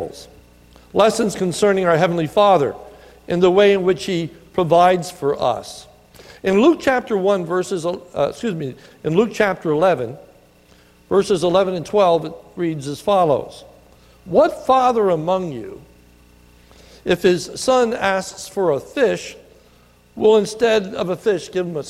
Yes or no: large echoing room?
yes